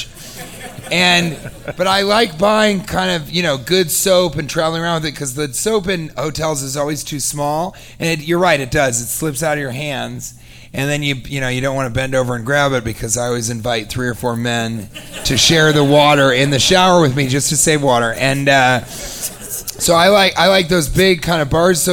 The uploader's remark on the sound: Live from Utah